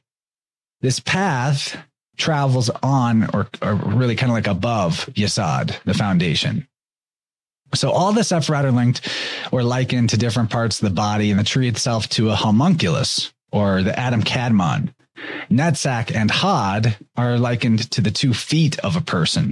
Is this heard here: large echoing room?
no